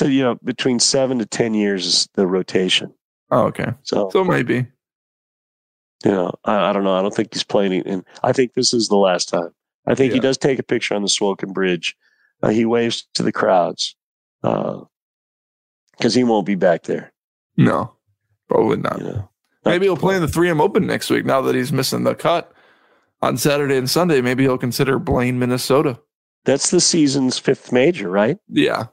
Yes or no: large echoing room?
no